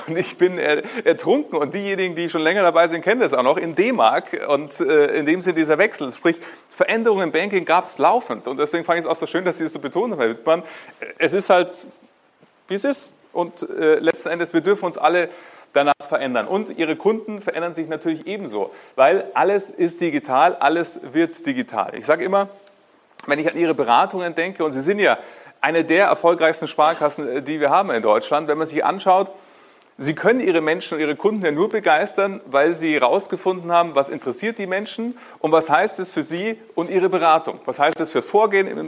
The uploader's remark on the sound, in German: Mit der freundlichen Genehmigung der Sparkasse Ingolstadt Eichstätt kann ich Dich heute mal zu einer Live-Veranstaltung mitnehmen. Vor Vorständen, Führungskräften und Mitarbeitenden habe ich zu diesem Thema einen Impulsvortrag gehalten.